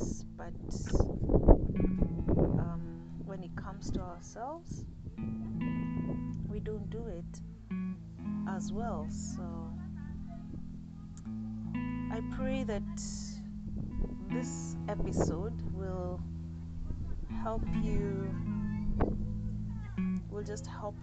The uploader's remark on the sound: I chose not to edit it and leave it as raw as it was, wind and all.